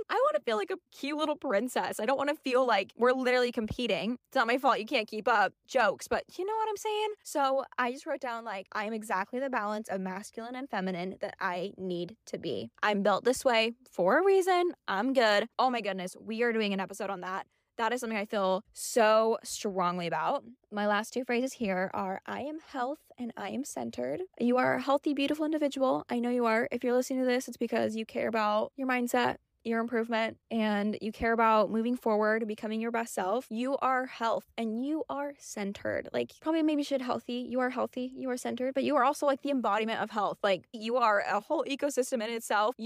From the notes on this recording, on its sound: This episode is a bit more chaotic than usual, I just picked up and started talking as I was driving to the gym.